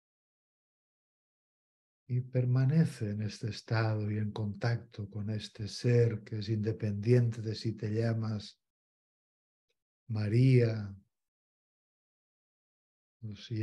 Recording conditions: video call